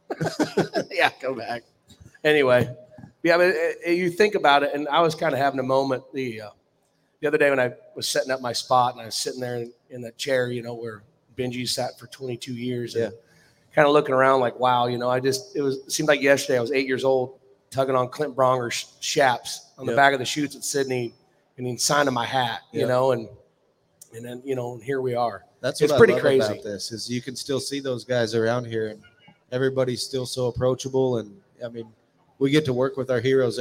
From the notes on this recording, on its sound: RümpChät Live at the 2023 NFR